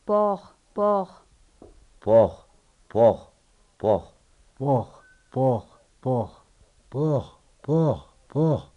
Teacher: clearly uvular at times